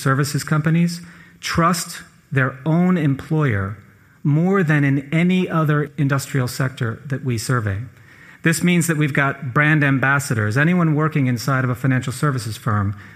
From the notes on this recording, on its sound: This episode was recorded live in front of an audience in Miami, a key financial center for Latin American investors.